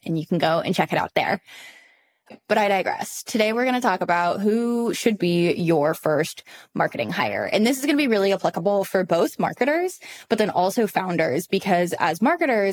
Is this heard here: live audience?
no